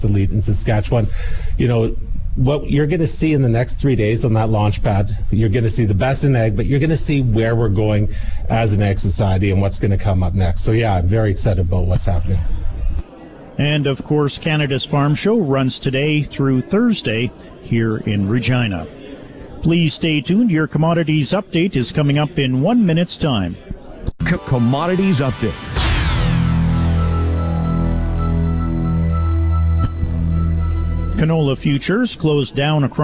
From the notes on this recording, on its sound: Live from Canada's Farm Show in Regina